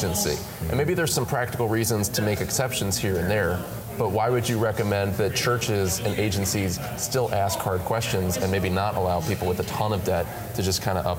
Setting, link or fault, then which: setting, busy venue